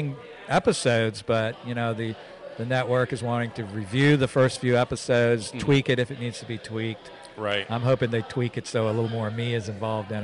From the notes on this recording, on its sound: Live From The NJ Paraunity Expo